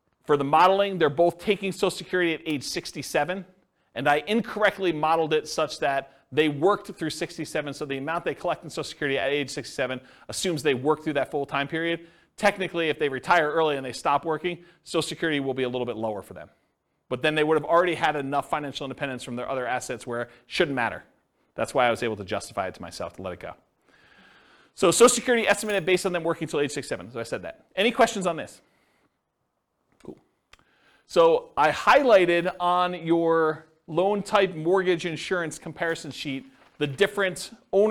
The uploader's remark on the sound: This was a live class recorded